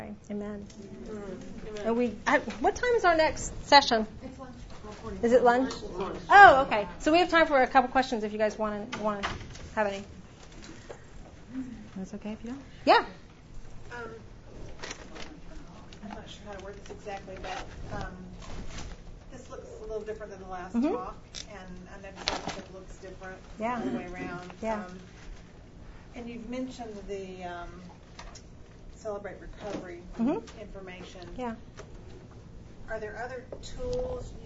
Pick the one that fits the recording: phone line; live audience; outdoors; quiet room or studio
live audience